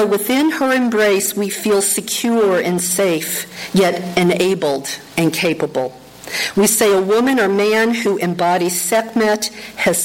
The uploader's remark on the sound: Pre-recorded talk I gave. I had the pleasure of being invited to address the congretation at Emerson Unitarian Universalist Church in Canoga Park, CA. The audio of that talk taped live during the service.